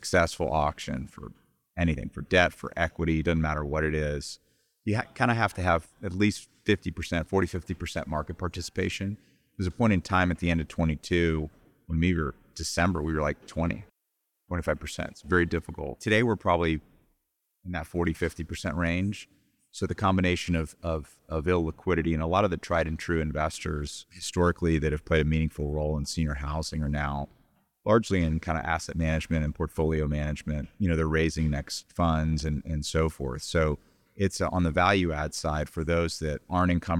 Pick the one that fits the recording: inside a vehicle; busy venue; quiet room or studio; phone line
busy venue